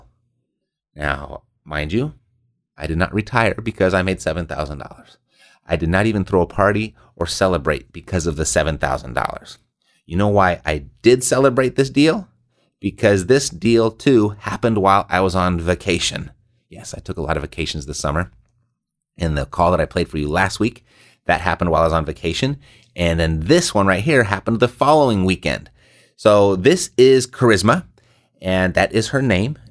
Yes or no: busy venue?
no